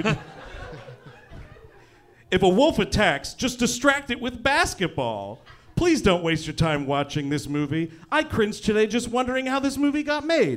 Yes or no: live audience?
yes